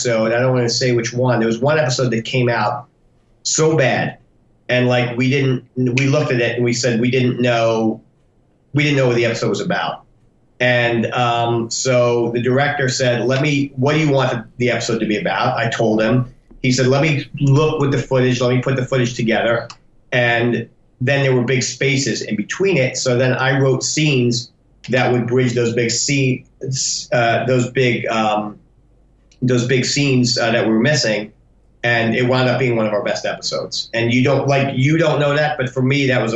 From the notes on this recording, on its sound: J'ai eu l'honneur d'interviewer via Skype. Mes excuses pour ma voix tremblante.